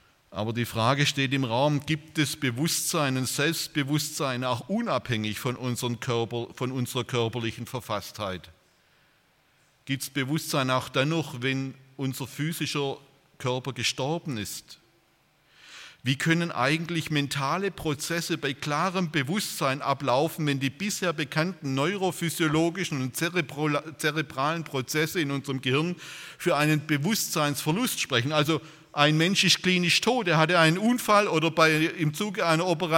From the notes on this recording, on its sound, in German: bei einer Veranstaltung der Liebenzeller Mission